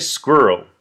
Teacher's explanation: I say squa with a W sound, which we always use with a QU, like square or squire